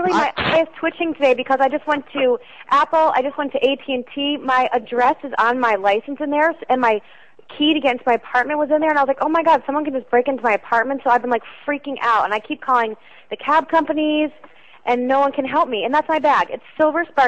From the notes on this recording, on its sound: …'s Personal Prank Phone Calls Collection: Found Lost Phone.